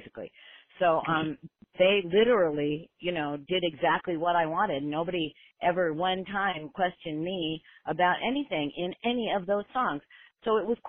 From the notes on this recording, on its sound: We caught up with both women, separately, via phone